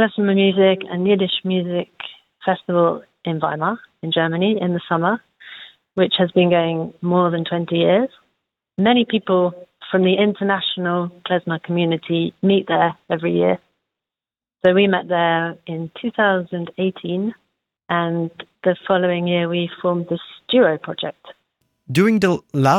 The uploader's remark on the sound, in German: Die GIGparade ist das Live-Konzert Magazin von Radio Darmstadt für die regionale Musik- und Kultur-Szene Darmstadts. Für aktuelle Infos rund um die GIGs werden die Musiker und Künstler per Telefon direkt in die Sendung zum (Live-)Interview hinzu geschaltet.